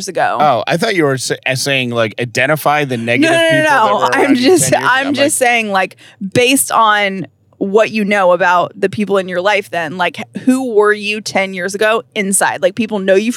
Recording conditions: inside a vehicle